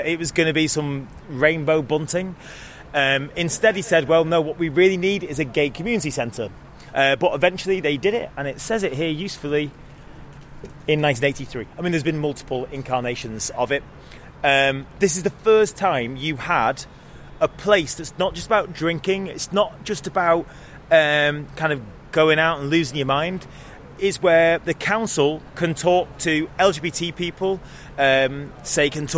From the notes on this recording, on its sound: On a tour around the city. Free Manchester Walking Tours.